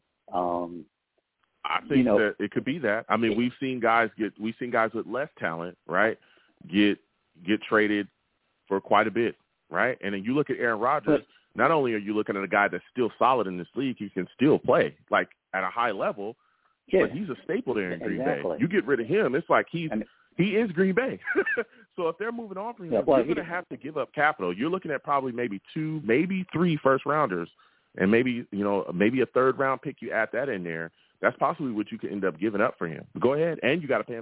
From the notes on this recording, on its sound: I take live callers!